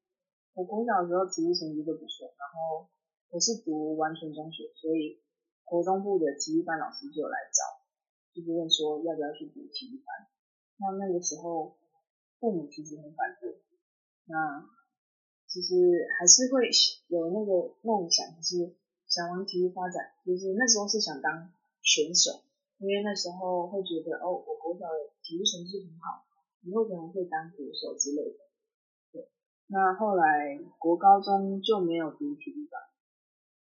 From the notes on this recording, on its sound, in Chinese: 本集因受收音影響，故雜音較多，敬請見諒。